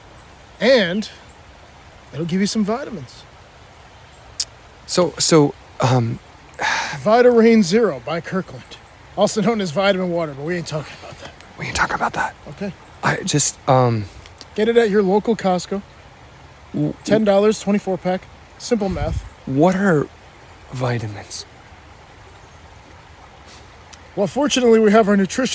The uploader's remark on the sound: recording in the woods, but this time, it's winter